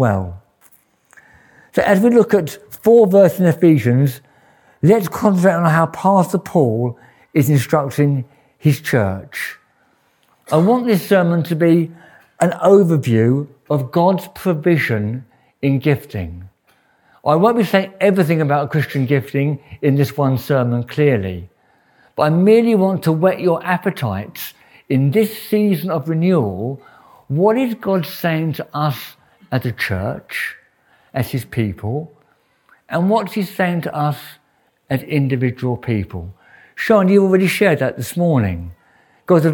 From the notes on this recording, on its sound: This sermon was preached at Welcome Baptist Church on Sunday 29th October 2023.